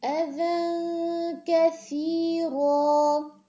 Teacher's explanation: زبان کی نوک دانتوں کی نوک پر لگتی